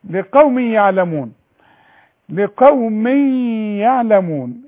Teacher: التنوين لازم تغنيه، إدغام بغنة